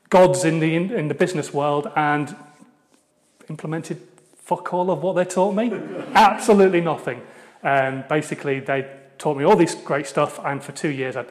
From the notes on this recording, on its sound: told at a keynote I gave recently at a UK based networking event